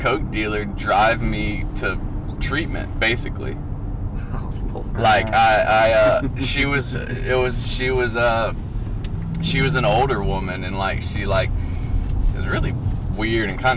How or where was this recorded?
inside a vehicle